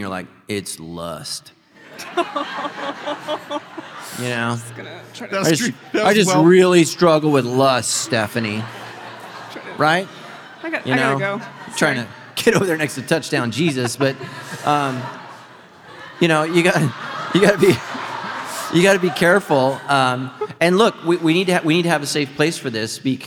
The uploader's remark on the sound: Recorded live with 300 of their closest friends